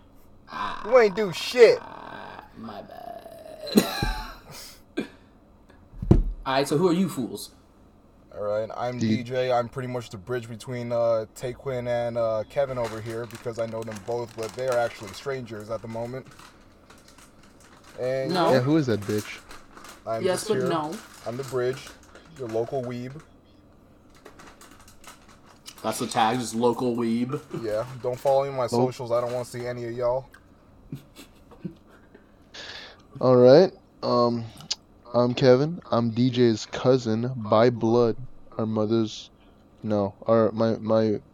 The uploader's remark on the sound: We are aware there is an echo with the audio.